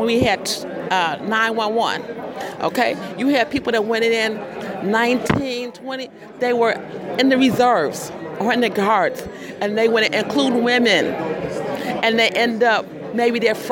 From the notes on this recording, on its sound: PUSH Convention. At the Construction Summit that kicked off the 47th Rainbow PUSH National Convention.